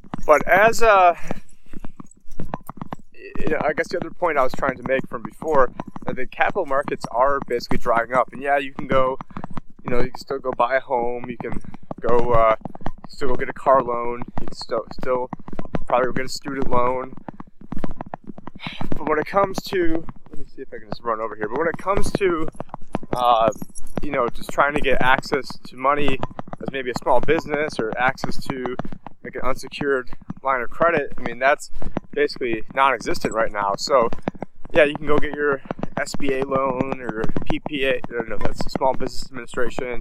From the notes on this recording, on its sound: In this Walk and Talk